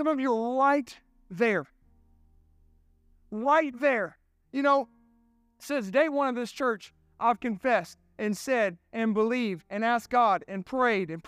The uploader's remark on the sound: This sermon was recorded at Family Worship Center in Columbia, SC on Sunday, July 16, 2023.